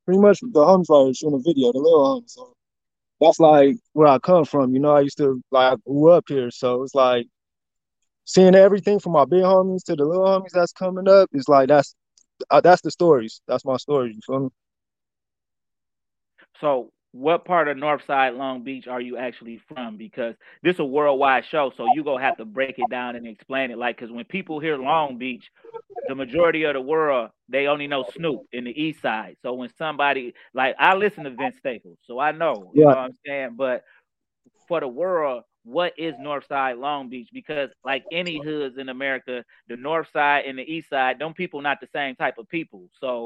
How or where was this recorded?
video call